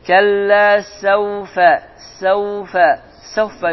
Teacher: Fə isə yuxarı dişləri, yəni alt dodağın yaş hissəsinə toxundurmaqla fə çıxır